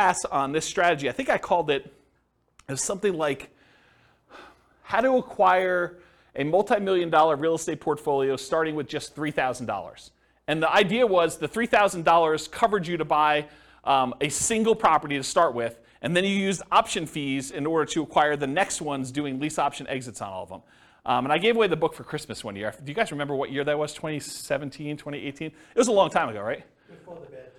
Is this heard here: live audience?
yes